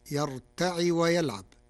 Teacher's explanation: قرأ ورش كلمة يرتع بكسر العين